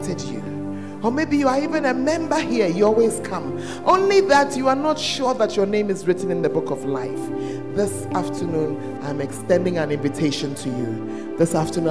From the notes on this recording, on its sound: Preached at the First Love Center, Ayeduase